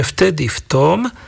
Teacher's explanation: v južnej časti sa V spodobuje na F, iba na začiatku